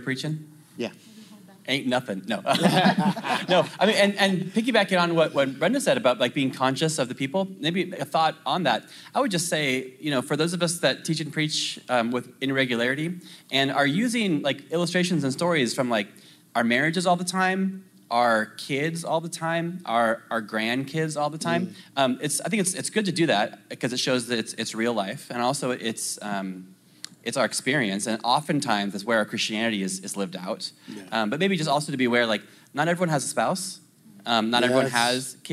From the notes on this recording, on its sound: This message and panel discussion is from the 2022 CGN Pastors and Leaders Conference, held in the serene backdrop of Costa Mesa, California